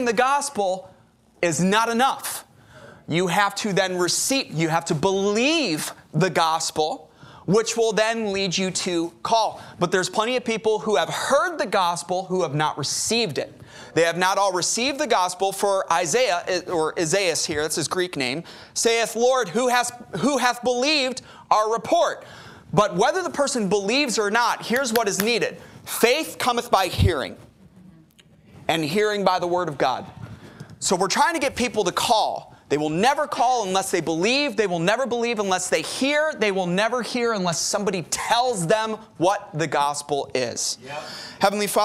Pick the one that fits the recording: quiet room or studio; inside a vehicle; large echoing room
large echoing room